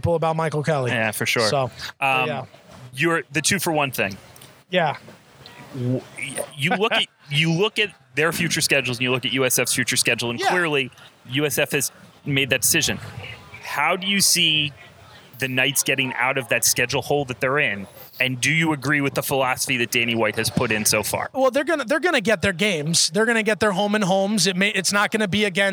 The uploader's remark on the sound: Record the latest edition of the Bulluminati Podcast live at the Patio with two very special guests. For everyone who came out to hang out with us.